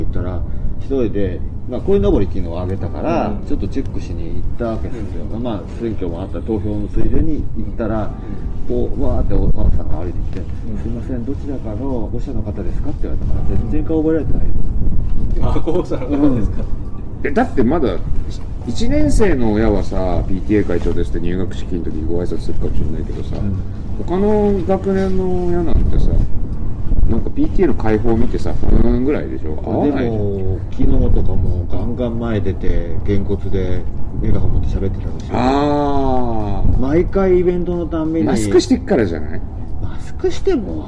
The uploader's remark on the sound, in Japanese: 屋外で収録したため、風の音などでお聞き苦しい箇所があります。ご了承ください。